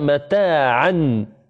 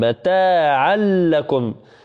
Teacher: عندنا التنوين وبعده اللام، إذن عندنا إدغام بغير غنة